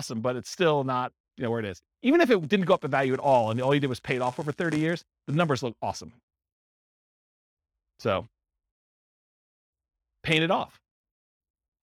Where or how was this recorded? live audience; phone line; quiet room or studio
live audience